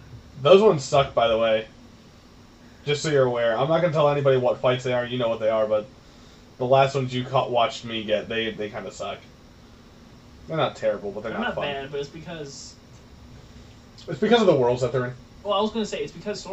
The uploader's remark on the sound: I am sorry the audio is bad. The mic just wasn't picking us up well.